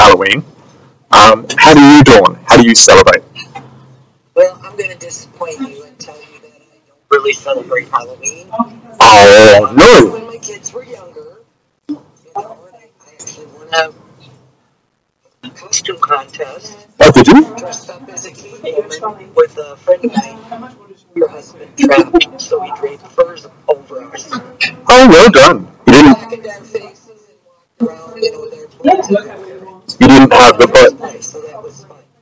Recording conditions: poor sound quality